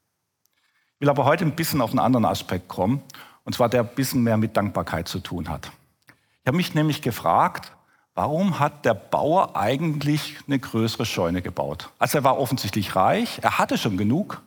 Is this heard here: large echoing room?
yes